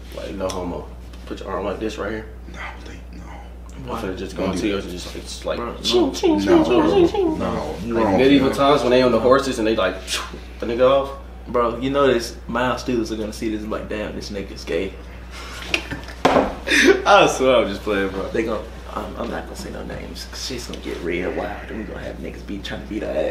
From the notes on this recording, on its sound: sorry for the audio the mics werent working